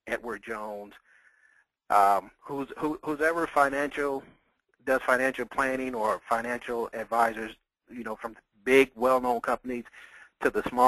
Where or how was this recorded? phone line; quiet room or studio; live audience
phone line